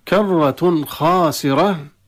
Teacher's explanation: إظهار التنوين عند الخاء